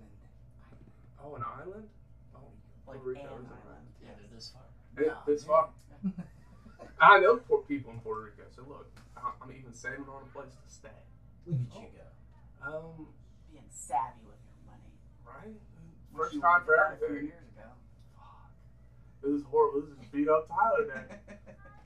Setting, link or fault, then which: fault, poor microphone